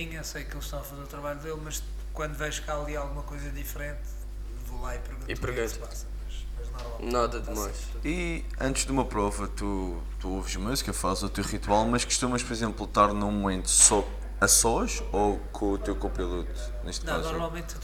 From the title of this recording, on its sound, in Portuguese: Diretamente do Rali Vinho Madeira